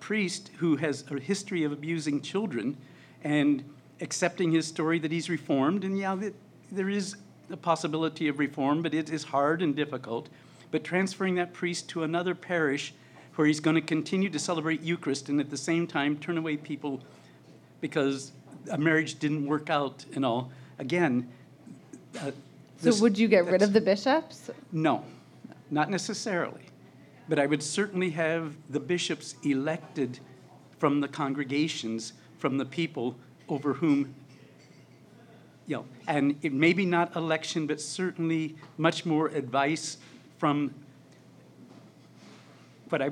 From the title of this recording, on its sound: LIVE at the Baltimore Podcast Festival